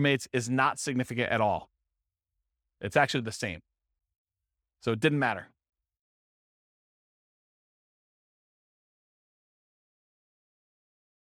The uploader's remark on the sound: This was a live class recorded